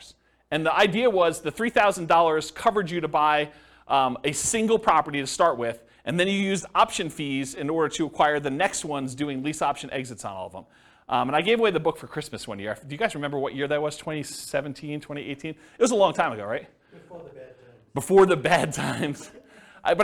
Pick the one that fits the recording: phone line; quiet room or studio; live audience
live audience